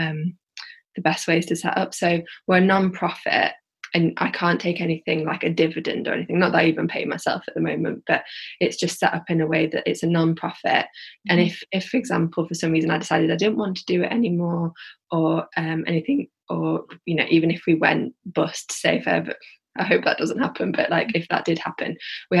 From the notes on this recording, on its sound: this was recording in lockdown over Zoom so the audio is slightly muffled in places